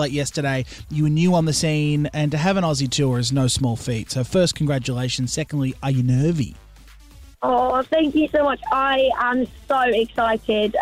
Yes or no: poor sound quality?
no